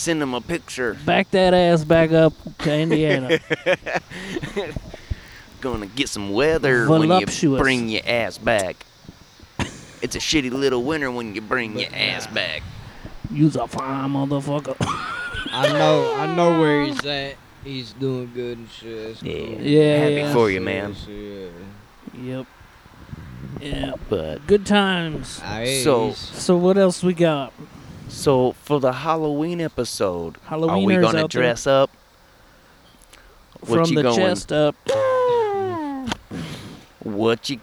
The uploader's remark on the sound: We are chillin outside, catching some rays and talking shit.